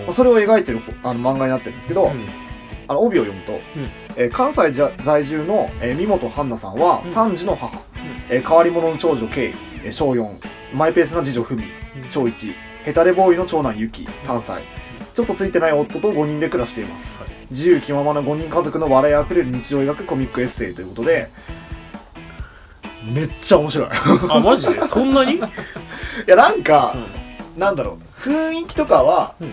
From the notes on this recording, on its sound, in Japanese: 録音機材：iPhone7。